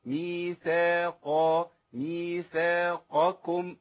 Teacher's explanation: ولا أفخم الثاء ميثاقكم عشان القاف اللي جايه بعديها